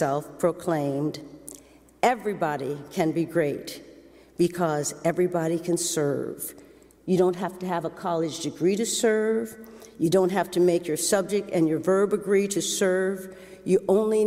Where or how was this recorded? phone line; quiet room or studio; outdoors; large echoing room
large echoing room